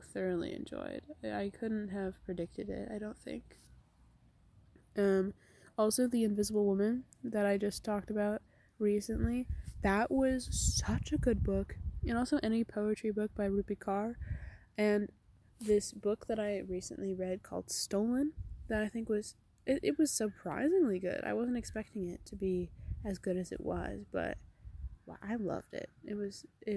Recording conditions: wind noise